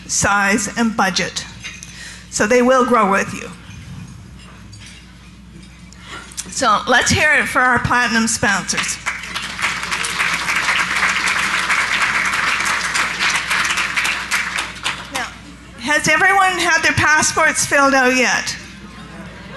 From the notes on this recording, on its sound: Live Broadcast at the The IPBC IGNITE Conference